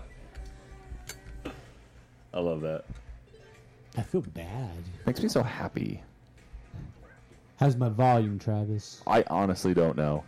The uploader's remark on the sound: I apologize for the audio levels in today's podcast